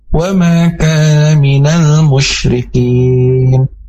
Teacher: alif lam qomariyah, dan alif lamnya harus terdengar jelas dan dilangsungkan.